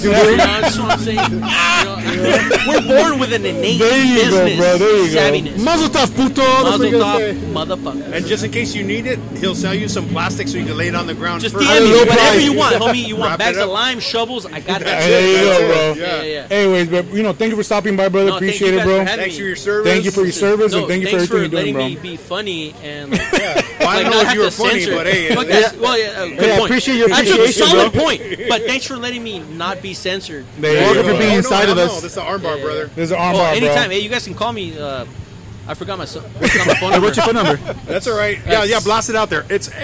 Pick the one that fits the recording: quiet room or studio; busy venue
busy venue